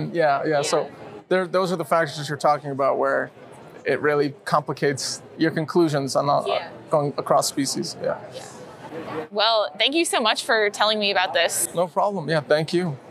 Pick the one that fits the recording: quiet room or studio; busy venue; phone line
busy venue